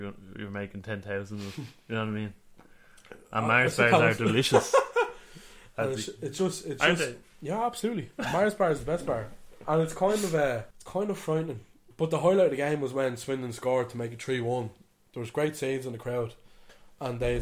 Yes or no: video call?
no